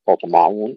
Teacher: نرقق التاء والميم والعين ونفخم الطاء فقط مع القلقلة، لا نقول أيضا أفتطمعون، لا نهمسها ولا نرققها، أفتطمعون أن يؤمنون.